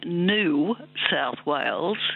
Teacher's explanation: So there's a y sound, as you pointed out, in the word new, the way we pronounce it, and that's been dropping out. That's the yod is the y. · Term: yod dropping